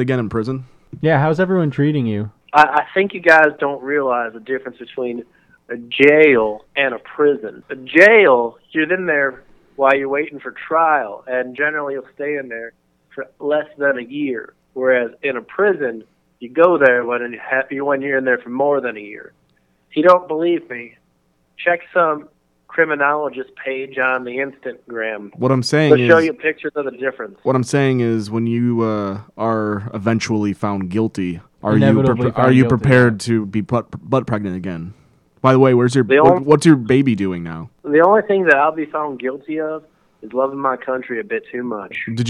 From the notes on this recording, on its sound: Get a call from their old, softy-brain buddy. He calls into the show from a prison in Missouri.